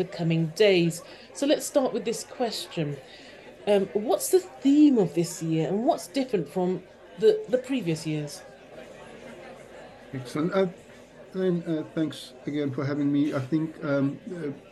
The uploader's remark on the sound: LIVE at Excel London - London EV Show 2023